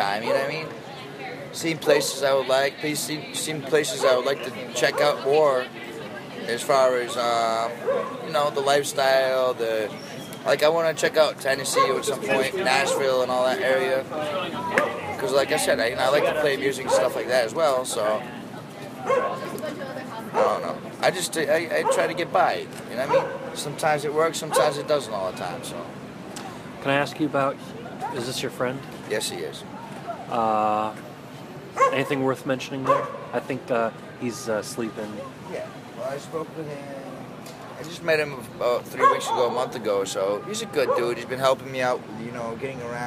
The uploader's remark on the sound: Sitting on the sidewalk a block south of Washington Square Park.